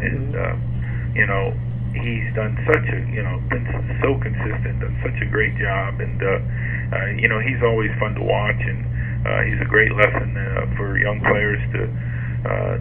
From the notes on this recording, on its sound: Conference Call. Speaks to the New York Media.